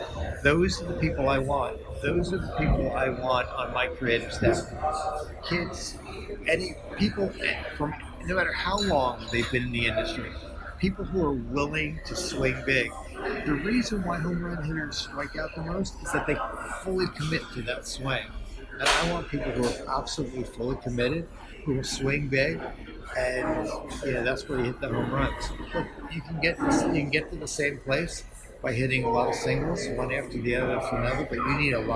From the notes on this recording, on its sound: at the 2019 Cannes Lions International Festival of Creativity.